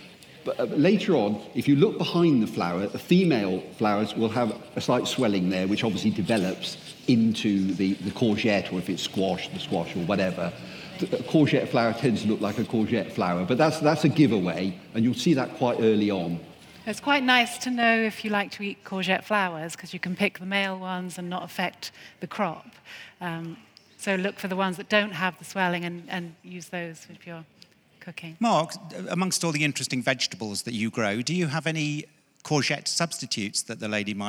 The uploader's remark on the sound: This week we're at the RHS Flower Show Tatton Park in Cheshire, revelling in this floral extravaganza in the glorious Cheshire countryside.